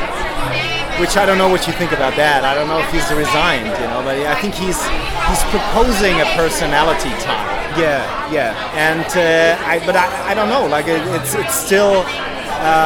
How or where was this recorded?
busy venue